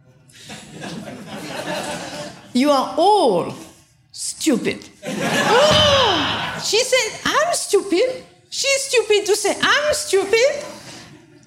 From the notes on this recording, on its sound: taken from the Buddhist Geeks Conference in 2012